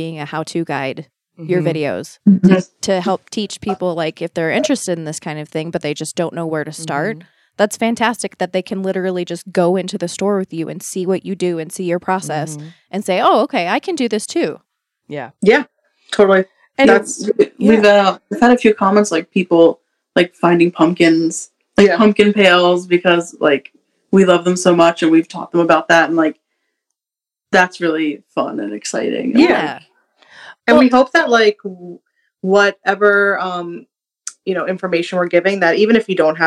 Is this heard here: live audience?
no